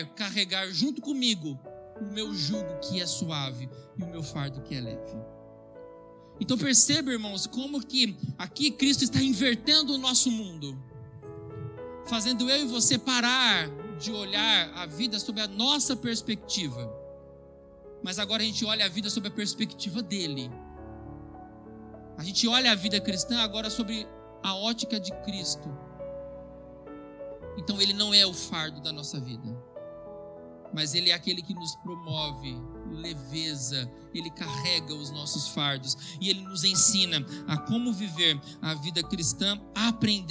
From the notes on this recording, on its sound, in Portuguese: Gravado em 20/02/2022 na IPB em Santo Anastácio|SP